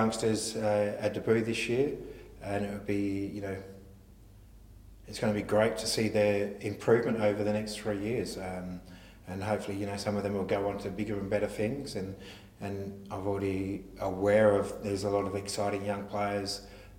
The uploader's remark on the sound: Round 23 press conference